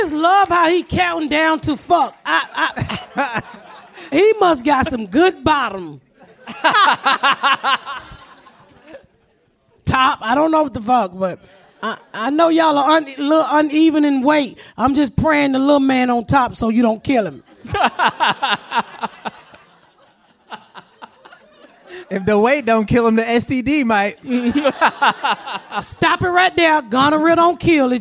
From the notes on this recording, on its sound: We are live at San Francisco Sketchfest